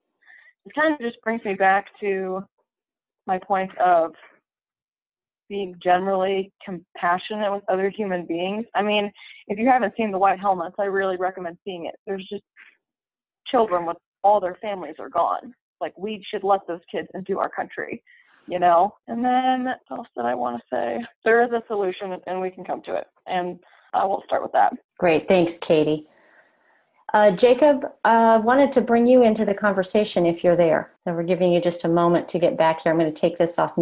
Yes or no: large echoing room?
no